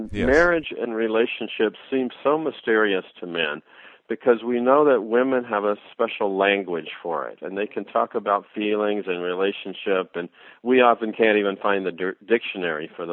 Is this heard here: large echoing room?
no